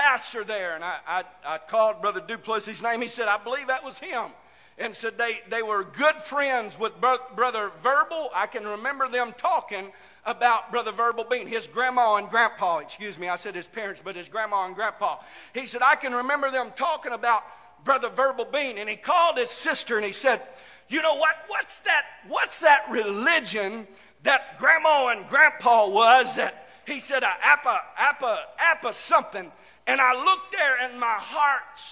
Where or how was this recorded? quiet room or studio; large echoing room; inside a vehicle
large echoing room